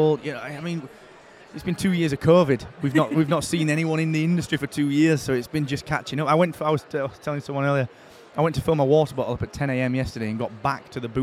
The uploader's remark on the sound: Live in London